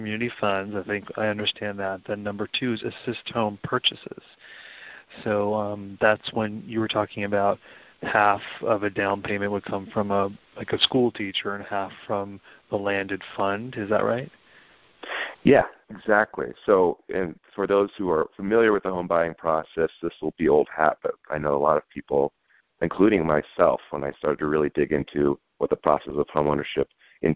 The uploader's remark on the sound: This is KLX Berkeley 90.7 FM. Public affairs show here at Calex. Joins us by phone today. He's traveling on the road.